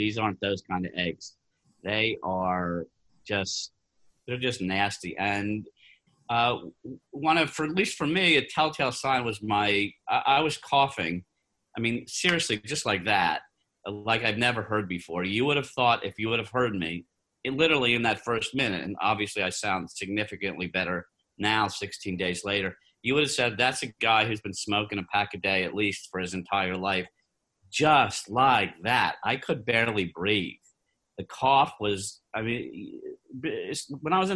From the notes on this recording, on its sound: via Zoom